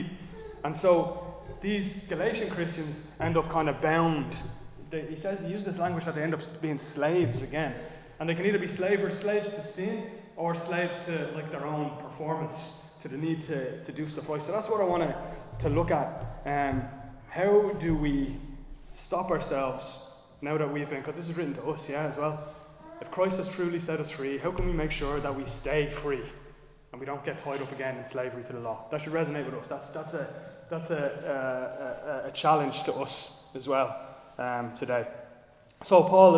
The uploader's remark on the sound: Recorded live in Liberty Church on 21 May 2023